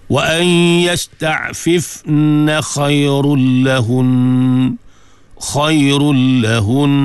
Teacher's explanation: Walaupun dia waqaf, tetap dengung tu ada. وَأَنْ يَسْتَعْفِفْنَ خَيْرٌ لَهُنْ، pegang bagi cukup dua harakat, baru lepas.